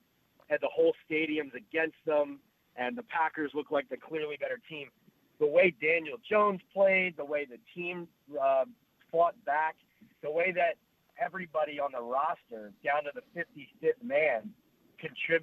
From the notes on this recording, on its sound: listener phone calls